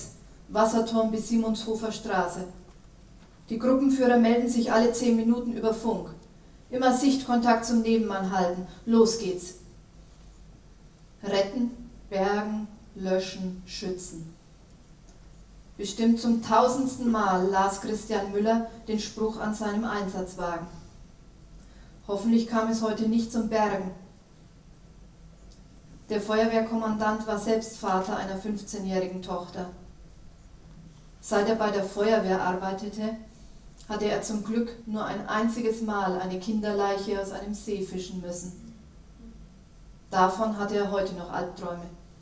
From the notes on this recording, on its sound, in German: Der Literatur-Podcast in diesem Monat ist ein Live-Mitschnitt der Buchpräsentation.